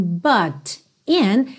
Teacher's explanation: a gente teve um rarará nesse T, que é típico do sotaque americano